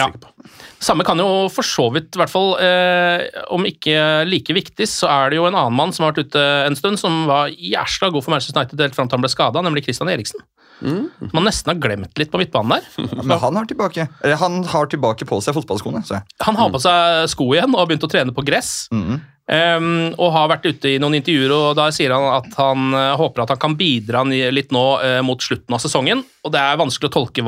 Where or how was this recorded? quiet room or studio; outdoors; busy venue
quiet room or studio